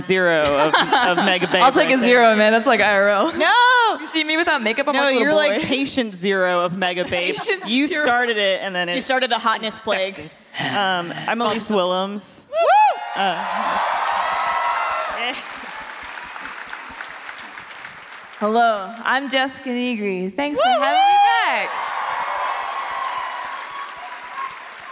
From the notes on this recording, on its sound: for this episode of Always Open live from RTX!